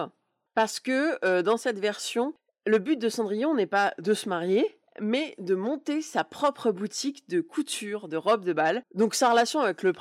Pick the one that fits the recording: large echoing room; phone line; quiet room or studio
quiet room or studio